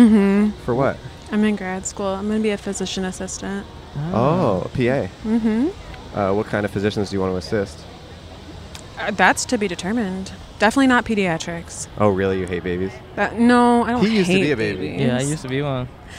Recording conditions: outdoors